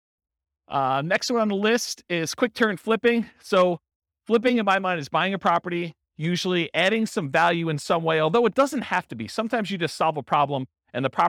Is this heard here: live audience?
yes